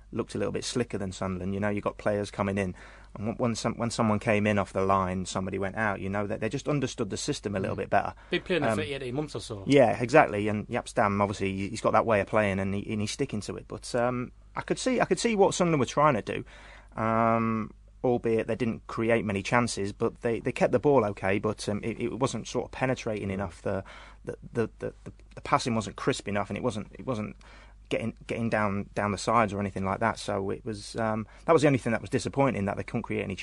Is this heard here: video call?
no